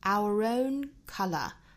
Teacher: 两个元音碰撞在一起需要加一个小小的辅音 r 来连接这两个音